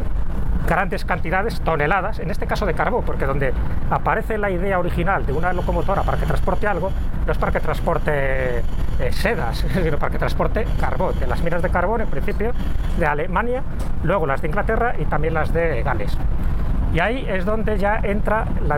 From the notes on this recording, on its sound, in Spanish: Hemos grabado un episodio especial dentro de un AVE, de un tren de Alta Velocidad Española, aprovechando un viaje desde Madrid a Fuengirola. De pie en el vagón cafetería.